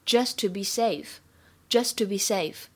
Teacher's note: 这个 just to 当中呢，只发一个 t 就好了